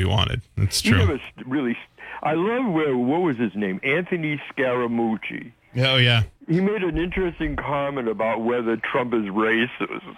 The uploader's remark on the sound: takes calls from the audience